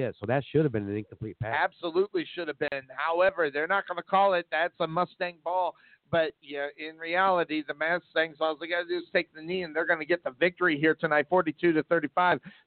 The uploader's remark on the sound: Rowlett Eagles vs. Sachse Mustangs Live Play-by-Play Tx. H.S. Football